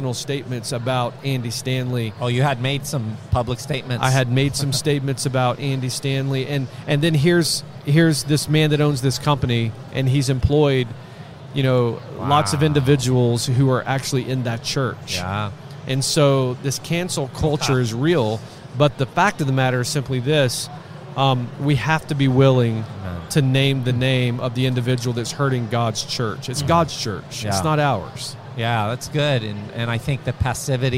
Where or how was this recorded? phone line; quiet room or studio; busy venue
busy venue